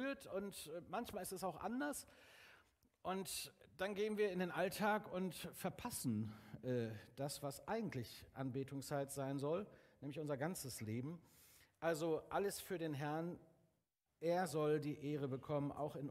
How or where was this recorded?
large echoing room